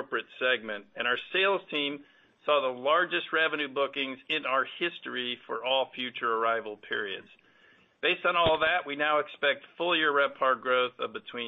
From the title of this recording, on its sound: Q2 2023 Earnings Call